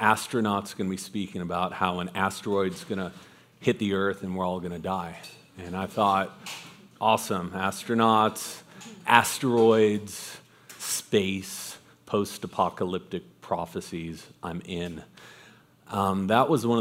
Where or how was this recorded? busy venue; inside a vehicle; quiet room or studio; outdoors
busy venue